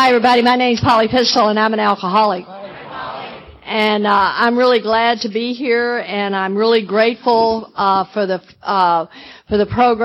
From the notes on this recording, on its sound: In this recording from the 2010 AA Woodstock of the South.